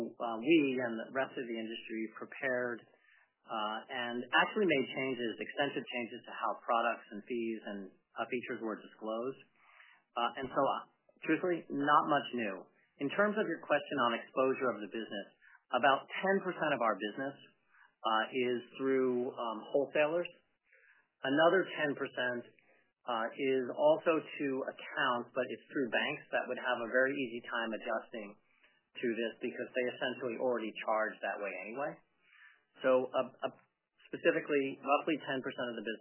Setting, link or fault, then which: link, phone line